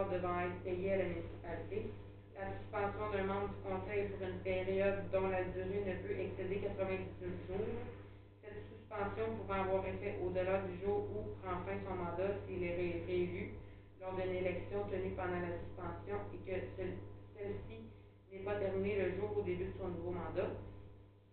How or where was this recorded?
large echoing room